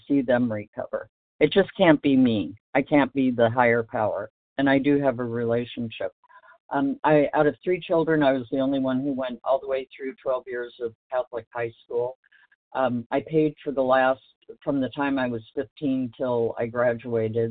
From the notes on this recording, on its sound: from the 100 Pounders Phone Meeting